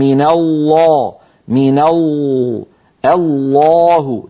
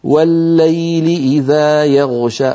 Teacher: إذا نرى على اللوحة شكل اللسان عند نطق اللام المفخمة والمرققة، يصاحب اللام المفخمة تقعر لوسط اللسان وتضيق في الحلق بخلاف المرققة